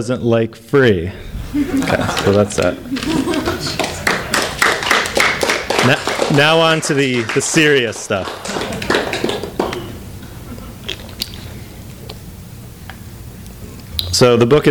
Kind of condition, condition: setting, live audience